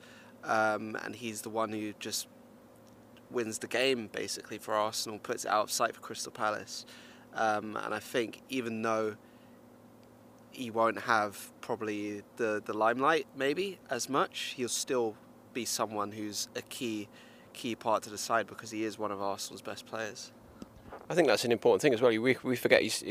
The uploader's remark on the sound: The first time we've ever recorded in-person. Live (in a fashion) from the back of London Colney Retail Park having just been to Costa. Live from a cark park near you.